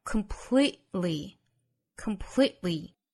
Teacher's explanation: 把这个 t 的发音做喉塞音憋掉